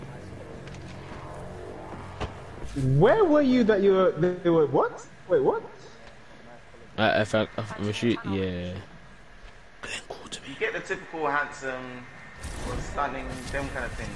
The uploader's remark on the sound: Sorry for the bad audio this week.